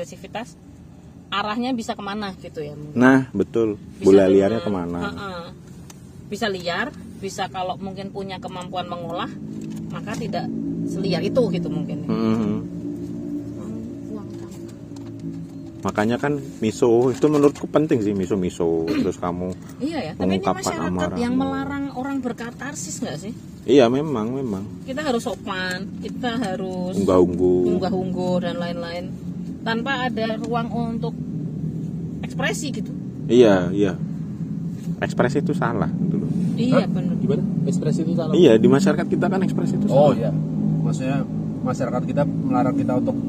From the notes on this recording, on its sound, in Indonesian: Kami rekaman di parkiran MC D Sudirman Jogja biar ada sensasi mobil goyangnya gaes.